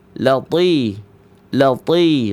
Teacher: Ta di situ bukan dibaca ti. Ti sifatnya istifal. Ta sifatnya isti'la.